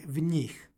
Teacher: Kada ispred lične zamjenice stoji predlog, kao u ovom slučaju, ličnoj zamjenici dodaje se epen dodaje se n koje se obavezno jotuje. I imamo nj izgovor, dakle v njih.